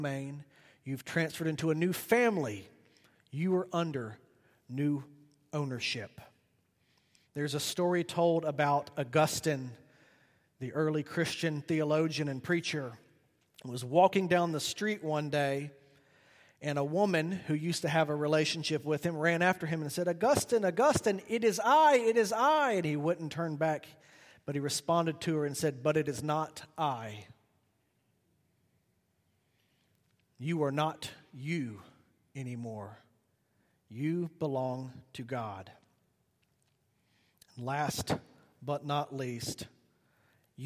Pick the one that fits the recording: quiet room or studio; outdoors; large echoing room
large echoing room